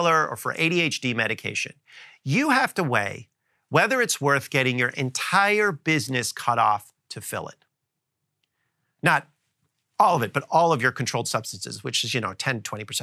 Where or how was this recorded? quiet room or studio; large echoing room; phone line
quiet room or studio